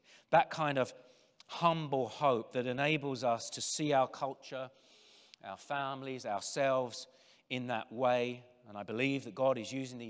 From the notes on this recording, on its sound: General Session IV from the 2023 Shepherds 360 Conference